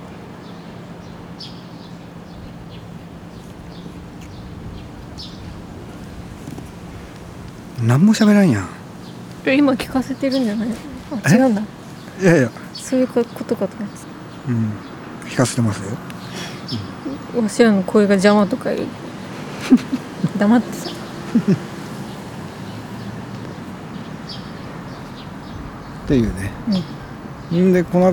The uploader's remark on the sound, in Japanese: 録音環境：河川敷公園。マイクロフォン：RODE NT-4/audio-technica AT875R。